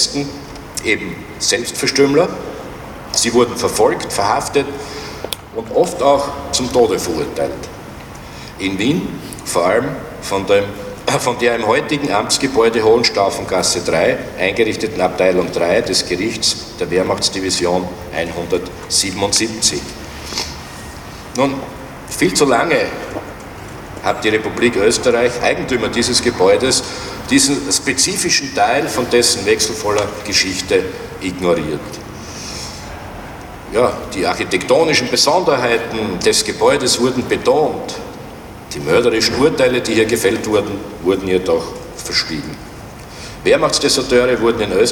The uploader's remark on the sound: O-Ton Enthüllung einer Gedenktafel für Opfer der NS-Militärjustiz. In der Hohenstaufengasse in Wien.